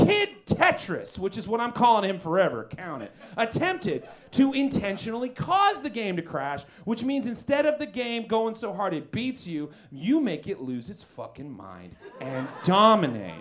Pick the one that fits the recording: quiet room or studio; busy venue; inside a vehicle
busy venue